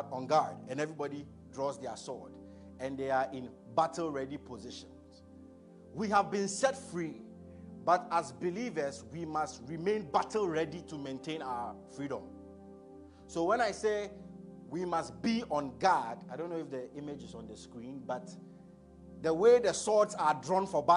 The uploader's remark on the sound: A message preached at ICGC Rehoboth Temple - Toronto